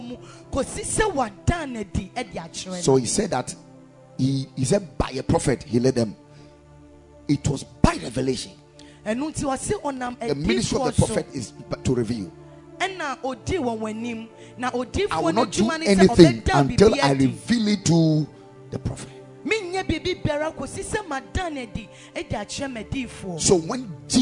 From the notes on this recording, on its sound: Preached at the Ekklesia Chapel